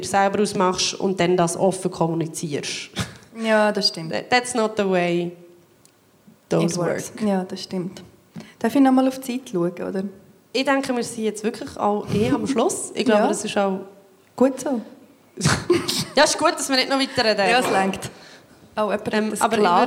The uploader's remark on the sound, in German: Re-Live aus dem Royal Baden. Live vor Publikum.